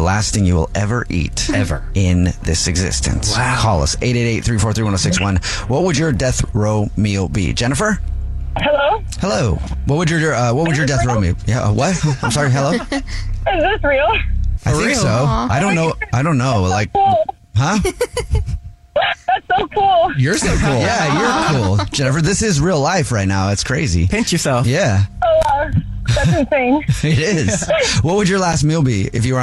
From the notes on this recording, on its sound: We have a guy on the phone. There is a caller on the phone.